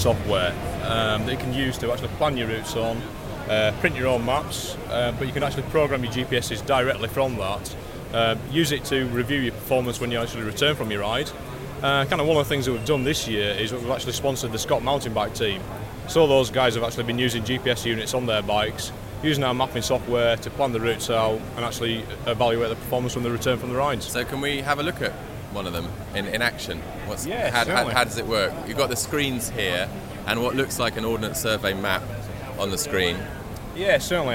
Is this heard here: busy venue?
yes